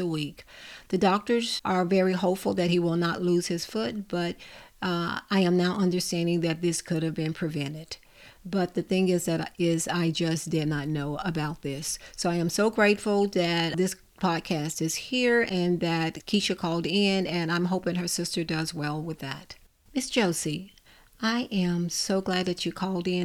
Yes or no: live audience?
no